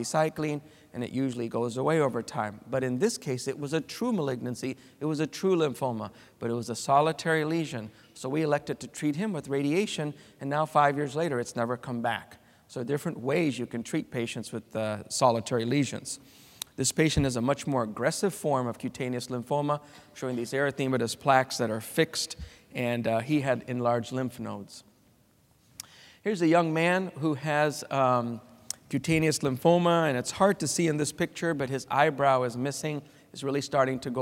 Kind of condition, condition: setting, live audience